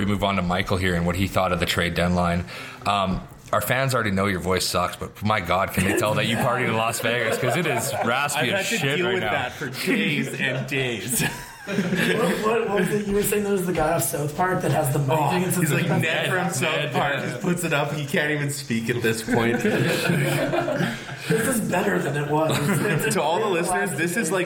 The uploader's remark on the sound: on location at Alley Kat Brewery in Edmonton, AB.